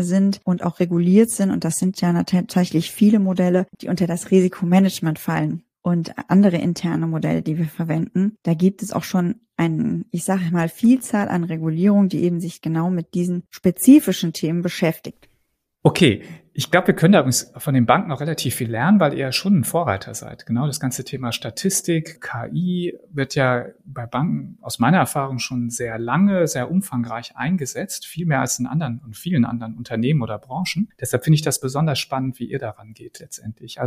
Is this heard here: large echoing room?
no